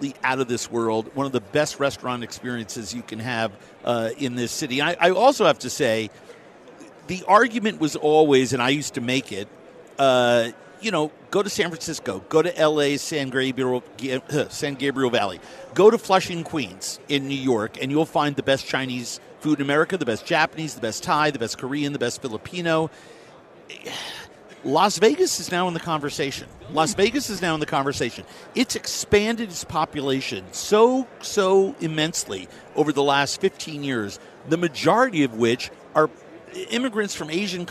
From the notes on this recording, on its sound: Live from Super Bowl Radio Row.